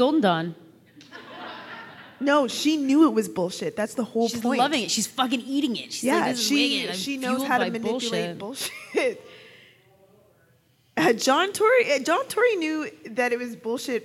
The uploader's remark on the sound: live show in Toronto, the audience exchange continues.